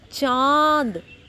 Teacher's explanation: साथ इसमें नाक से आवाज निकलेगी अनुनासिक वाले शब्द आएंगे चांद गले और नाक दोनों से आवाज़ आएगी